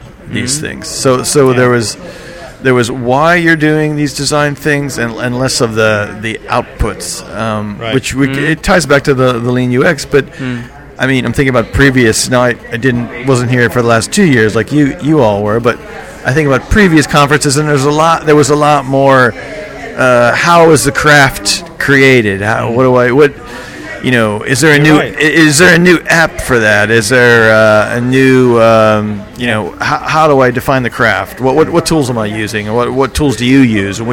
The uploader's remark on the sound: In the bar of the Tryp Oriente at the end of day 2 of UXLx 2013 we settle down with a beer and reflect on the conference so far.